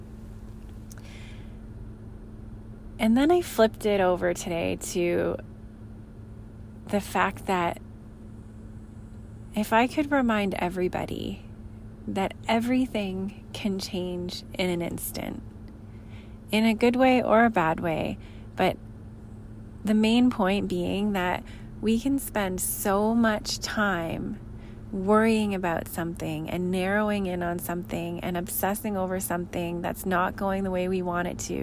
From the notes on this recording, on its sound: I recorded this after a long, busy day, as I was in my car in the parking lot of my sons gymnastics studio.